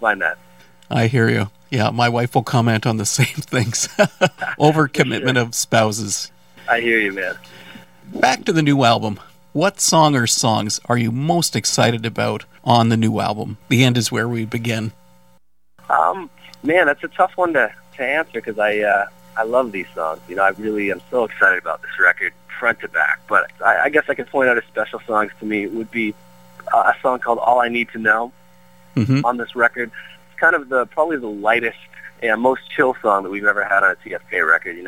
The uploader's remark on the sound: joined me on the phone